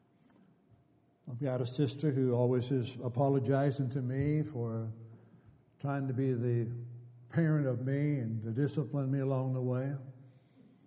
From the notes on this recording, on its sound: Downtown Church Of Christ Audio Sermon